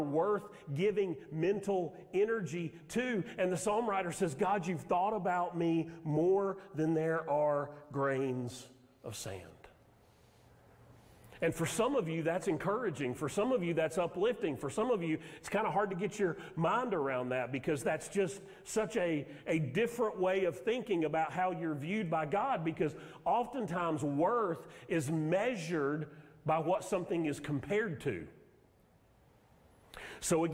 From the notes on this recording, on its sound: Sermon audio from Mission Church in Locust, NC.